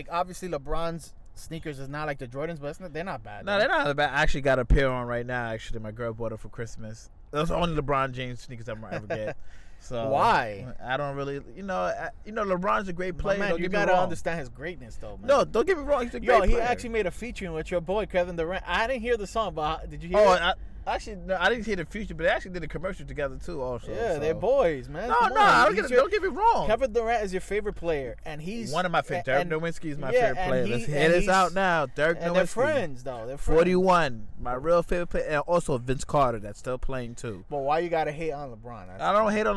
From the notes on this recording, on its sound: live from citi field parking lot